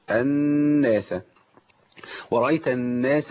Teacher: اي نون عليها شده سواء عليها فتحه او ضمه او تحتها كسره النون دي هتغني مقدار حركتين · Term: نون مشدده